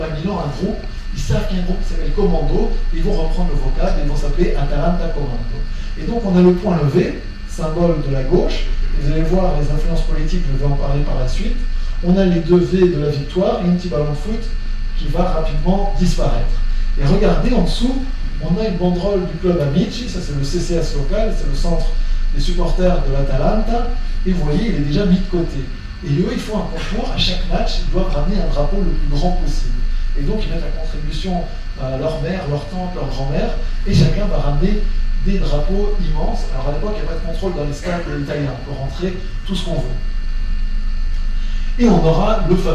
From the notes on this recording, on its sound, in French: Version audio de la conférence. Au Centre de la Vieille Charité, Marseille en octobre 2018.